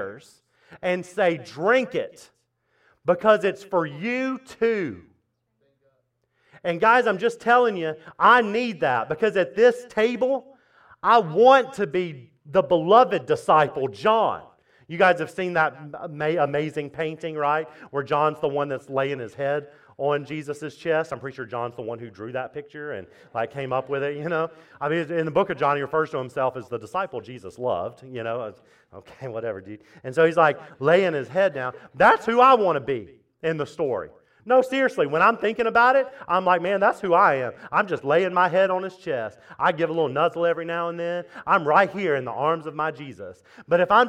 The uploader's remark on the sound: at Impact Church of Fredericksburg in Fredericksburg, VA.